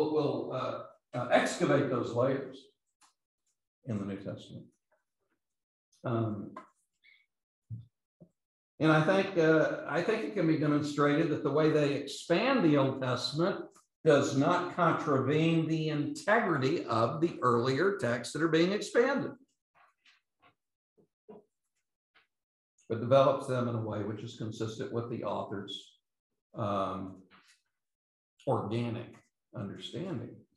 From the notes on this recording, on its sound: Autumn Special Lecture Series. London Seminary. These podcasts are the recordings of the lectures.